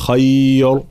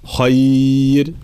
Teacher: ينظر إلى حركة الحرف الذي قبلها، هنا راء ساكنة مسبوقة بساكن، الأصل أن نرجع إلى الحركة التي قبلها، فلا بد لنا من حركة فتح أو ضم لنحكم على الراء بالتفخيم، أو حركة كسر لنحكم على الراء بالترقيق، ولكن في هذه الحالة راء ساكنة مسبوقة بيا ساكنة فإنها ترقق مباشرة · Shown in: second take · فلا نرجع إلى حركة الفتح، لا، فلا نقول خير، لا، خير. · Term: ترقيق الراء